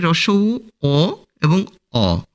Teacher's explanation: কুঞ্চিত স্বরধ্বনি হচ্ছে রস্বউ, অ এবং অ। এই স্বরধ্বনি তিনটির উচ্চারণের সময় ঠোঁট দুটি গোলাকার রূপ ধারণ করে এবং এর জন্য এই তাকে বর্তুর বা কুঞ্চিত স্বরধ্বনি বলা হয়।